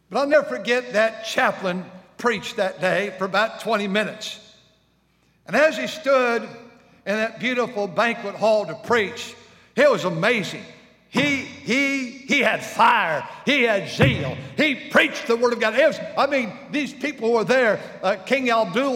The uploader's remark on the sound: during the Sunday Morning service on October 1, 2023, at North Valley Baptist Church in Santa Clara, California